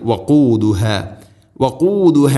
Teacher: ഖാഫ് ചെറുനാക്കിൻ്റെ ആ ഒരു ഭാഗമാണ് അതിൻ്റെ മഖ്റജ്.